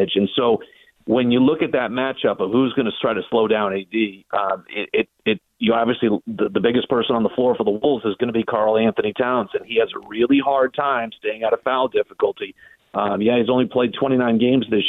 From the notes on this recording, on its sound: called